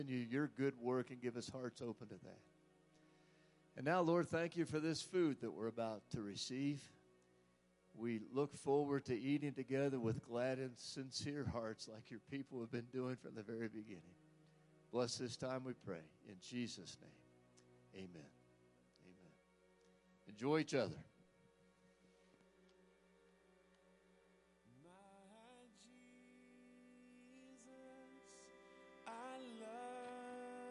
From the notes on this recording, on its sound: Woodland Life Church Live.